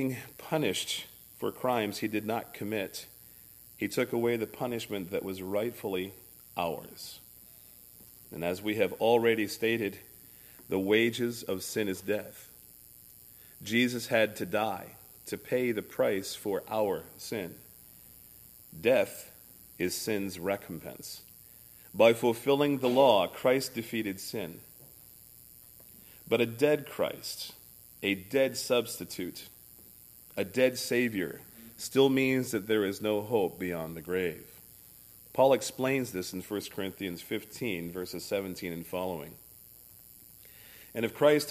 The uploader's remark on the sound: services recorded at Thornville Baptist Church